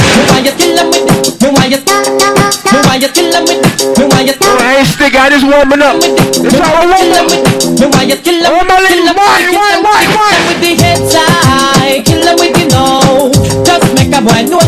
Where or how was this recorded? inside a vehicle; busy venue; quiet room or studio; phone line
busy venue